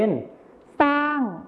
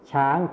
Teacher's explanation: ในภาษาไทยมาตรฐานเราก็จะใช้คำว่าช้างที่ใช้ชอช้างนั่นเองนะครับส่วนในภาษาถิ่นอีสานจะใช้เป็นซอโซ่นั่นเองครับ · Term: การเปลี่ยนหน่วยเสียงพยัญชนะต้น